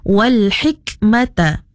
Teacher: apabila kaf sukun ataupun kaf mati, kita kena bunyikan sedikit apa tu, nafas ataupun angin ya